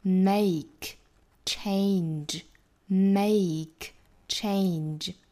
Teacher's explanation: 这个 change 仍然是双元音 a 的发音